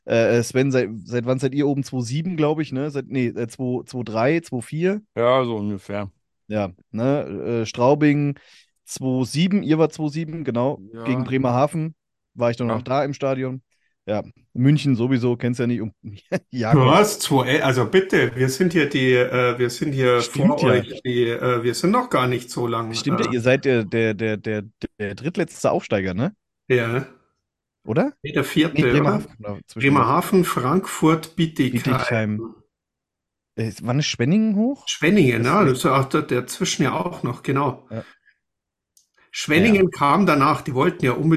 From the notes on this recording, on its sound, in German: Zur Weihnachtsfeier 2023 haben sich im Zoomcall zusammengefunden